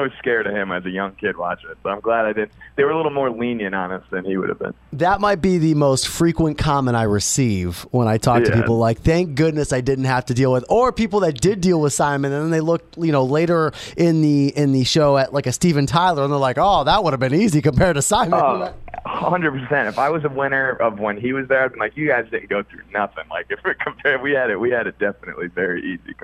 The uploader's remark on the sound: Called in to the radio show recently, ahead of a show he played at Toad's Place in New Haven.